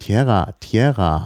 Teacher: Also wenn ein Deutscher dann Tierra, Tierra sagt, ne, dann versteht ein Spanier, dass der da irgendwie ein G spricht, weil das deutsche R für den Spanier wie ein G klingt